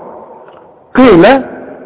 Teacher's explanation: القاف مكسوره والقاف في اخر درجات التفخيم